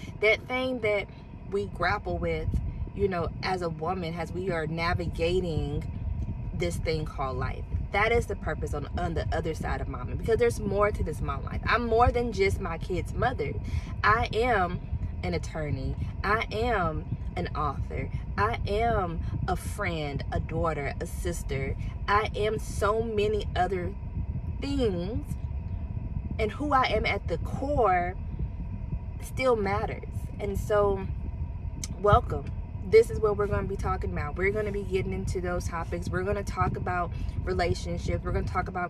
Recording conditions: inside a vehicle